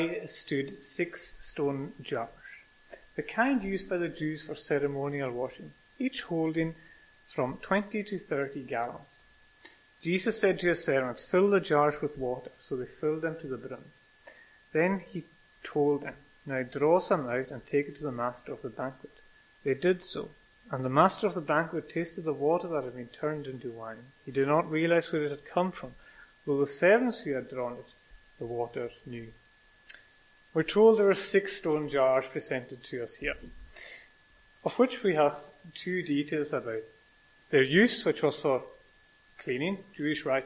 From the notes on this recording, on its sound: recorded at North Harris Free Church on the evening of Sunday 10th July 2022